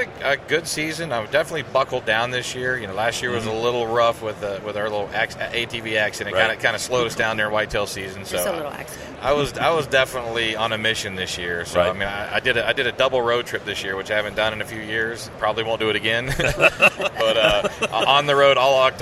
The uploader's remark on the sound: during the 2019 ATA Show